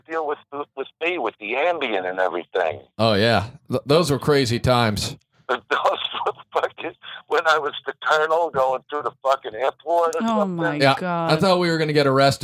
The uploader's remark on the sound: Comes into the studio while trying to remain positive. Special call.